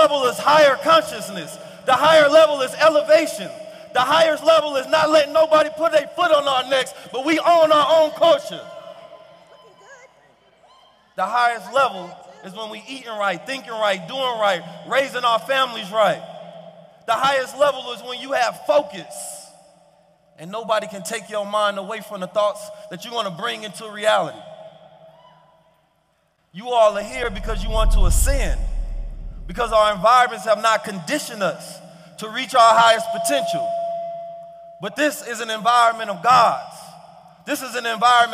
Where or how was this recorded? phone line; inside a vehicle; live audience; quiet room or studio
live audience